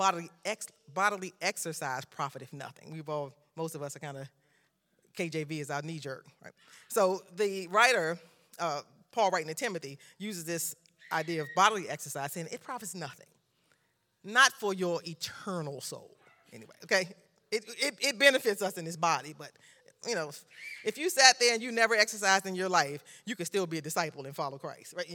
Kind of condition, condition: setting, large echoing room